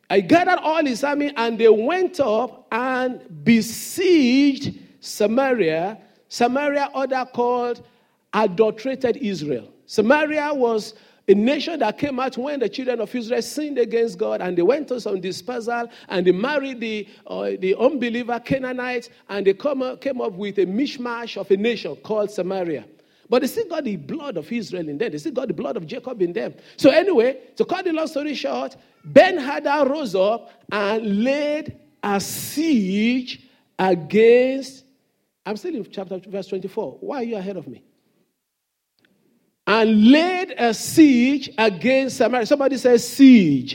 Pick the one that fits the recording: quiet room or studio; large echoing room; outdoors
large echoing room